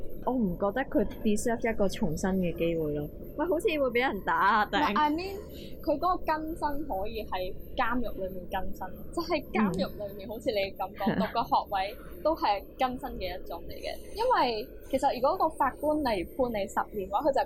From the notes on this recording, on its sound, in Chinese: 今集又出現咗技術問題同收音環境有啲嘈，後期處理都冇辦法完全清乾淨。要等我哋有錢買咪先解決到。